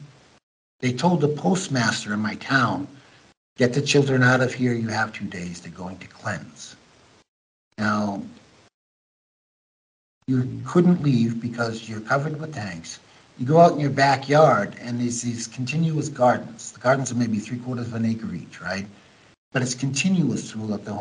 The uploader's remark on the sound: American Journalist in Ukraine Skypes Me